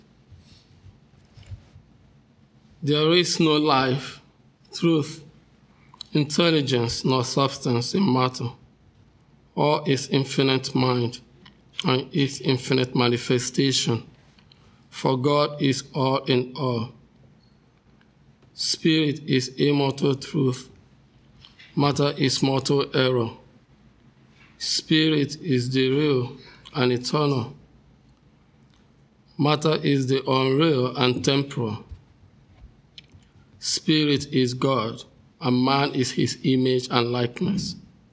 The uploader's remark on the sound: The Sunday service audio from August 13th, 2023.